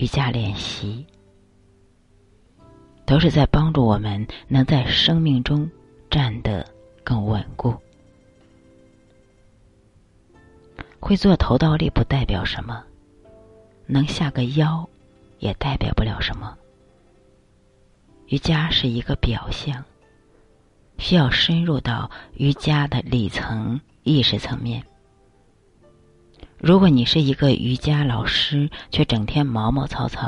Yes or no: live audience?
no